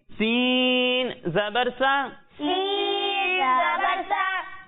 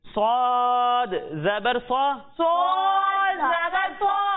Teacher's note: جب ہم سین کی ادائیگی کریں گے تو اس میں سیٹی کی آواز آئے گی، اور جب ہم سواد کی ادائیگی کریں گے تو اس میں بھی سیٹی کی آواز آئے گی، لیکن ان دونوں میں فرق اس طرح ہوگا کہ اسے باریک پڑھیں گے اور اسے موٹا کر کے پڑھیں گے.